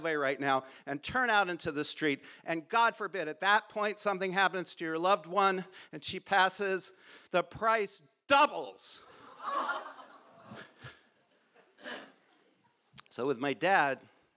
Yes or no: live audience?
yes